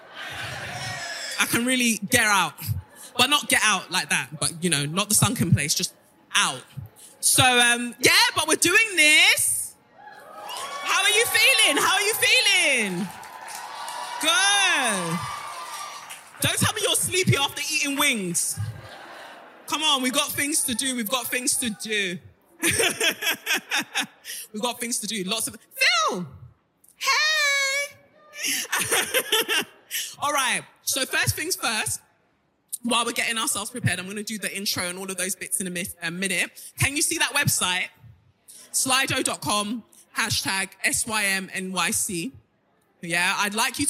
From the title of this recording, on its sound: NYC LIVE SHOW